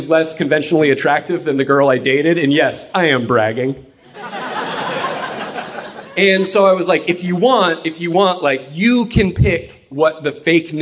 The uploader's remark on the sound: Live from San Fran 2015